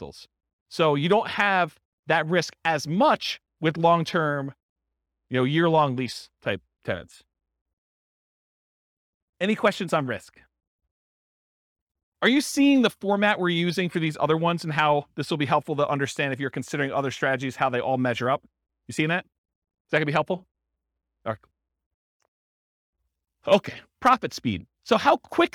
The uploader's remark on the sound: This was a live class recorded